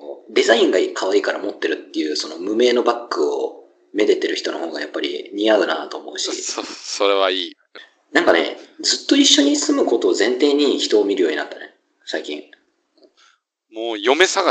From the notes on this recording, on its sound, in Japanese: 録音技術と編集技術が後退したのか聞きづらいのは許してくださいな